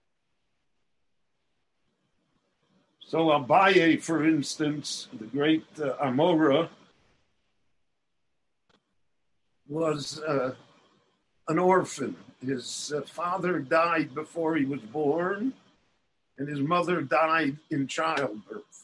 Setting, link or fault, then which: link, video call